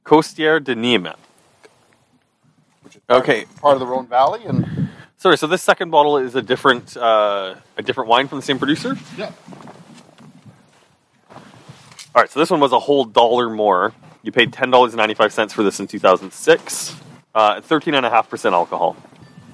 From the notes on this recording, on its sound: It has also been awhile since the guys were able to get together face to face. This podcast was recorded at the Grape Guys backyard following the COVID-19 guidelines.